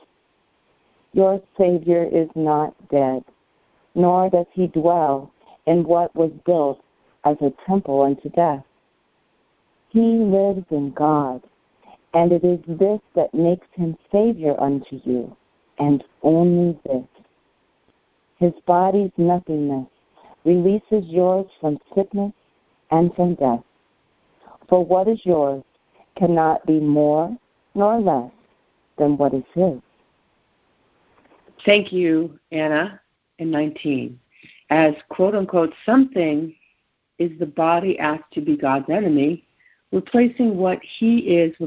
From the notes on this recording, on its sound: ACIM Daily TEXT Conference Call